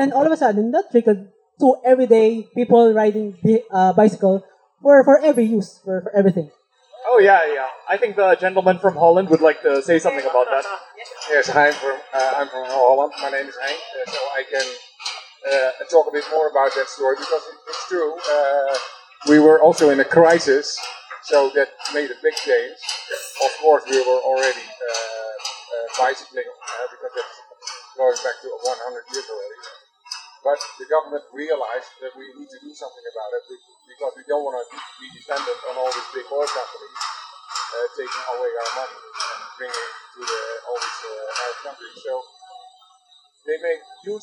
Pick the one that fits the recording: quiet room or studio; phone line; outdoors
outdoors